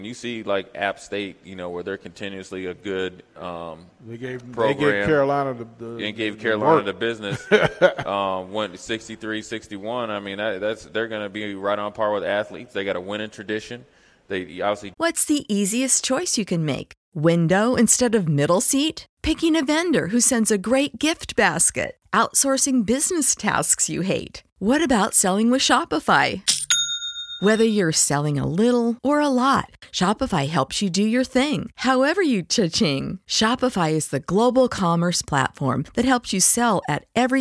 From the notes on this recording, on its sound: LIVE from Mary Ellen's